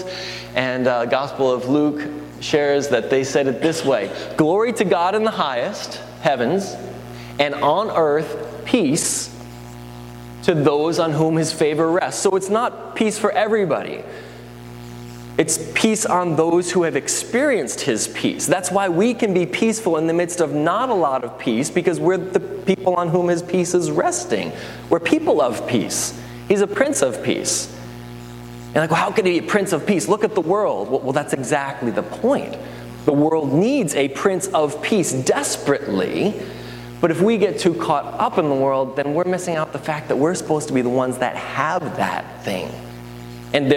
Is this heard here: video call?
no